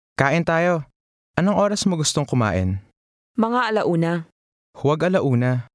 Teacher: you will hear a different, more humble-sounding intonation, which is common in the Philippines